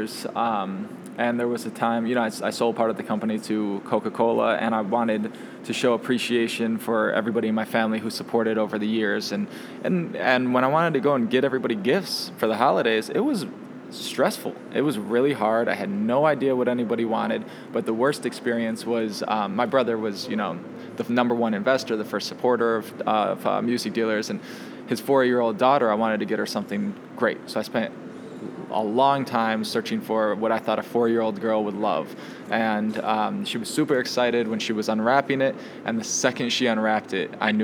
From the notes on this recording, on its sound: Recorded at SXSW 2016 for Illinois Entertainer, Chicago Inno, #ChicagoMade, and Dynasty Podcasts.